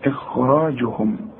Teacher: الهمزة هنا مرققة والخاء ثالث درجة من درجات التفخيم